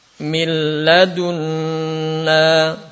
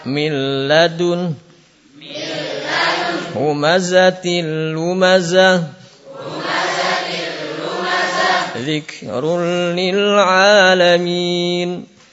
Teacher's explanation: Jadi dimasukkan ke huruf berikutnya. Di nunnya atau tanwinnya dimasukkan ke huruf berikutnya · Term: idgham